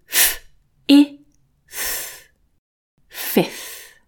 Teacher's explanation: we can definitely skip the second F sound and go straight onto the TH. So the sounds will be f, I, th, fifth.